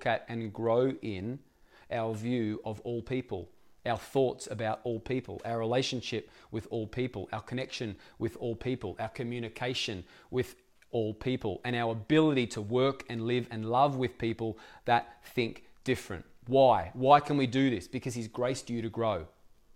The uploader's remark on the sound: Echo Church Melbourne